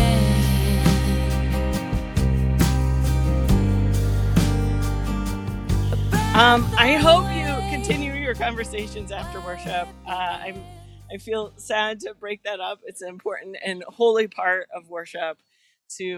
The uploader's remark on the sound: This is the recording from June 27th at Garfield Community Farm where we worship each Sunday during the summer of 2021.